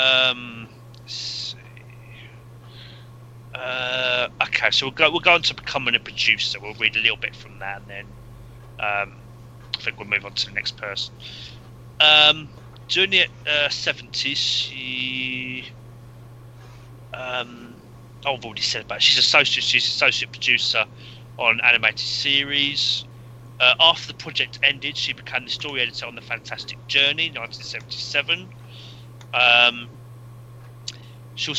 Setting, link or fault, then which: fault, poor sound quality